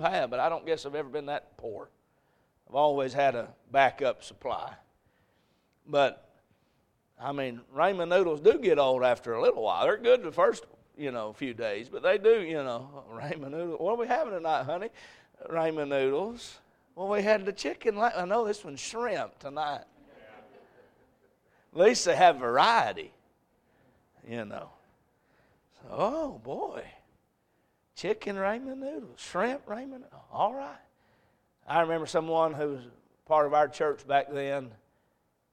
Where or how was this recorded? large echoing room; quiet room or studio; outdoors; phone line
large echoing room